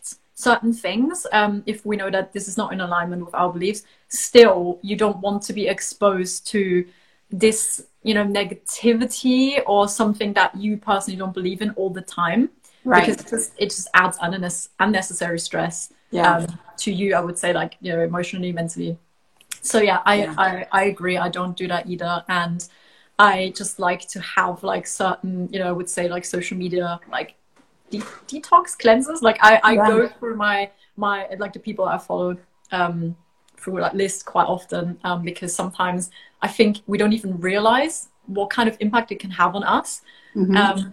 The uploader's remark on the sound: I share an Instagram live with you that I had a few weeks ago with Manifestation and Mindset Coach